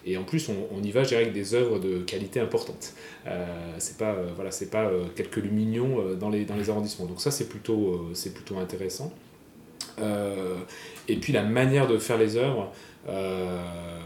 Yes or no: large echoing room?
no